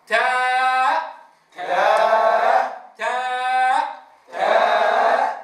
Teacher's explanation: من طرف اللسان مع أصول الثنايا العليا · Term: حرف التاء